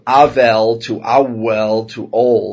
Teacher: the wah sound easily turns into the vowel form of the vav · the consonantal vav was pronounced in ancient times like a wah, like in Arabic, and which is very much like the Yemenite Jews pronounce it today.